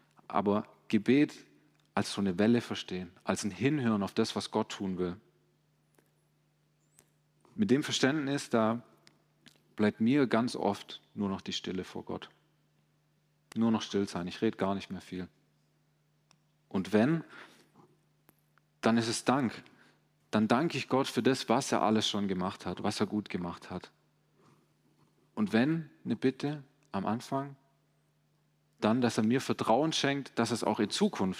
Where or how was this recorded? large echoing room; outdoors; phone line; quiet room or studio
large echoing room